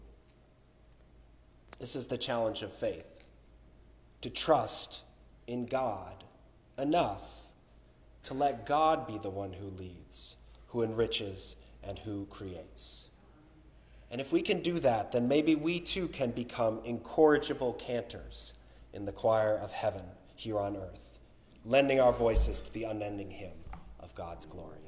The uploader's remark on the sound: Recorded on March 26, 2023 - 5th Sunday in Lent and "Bach Sunday" at Union Congregational Church.